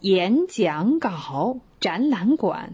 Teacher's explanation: 所以前面两个呢都变成了二声